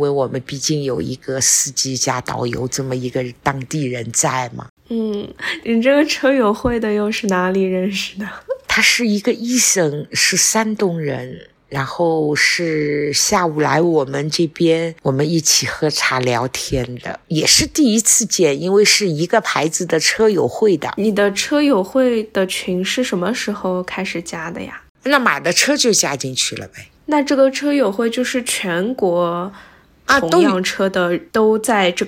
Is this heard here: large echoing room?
no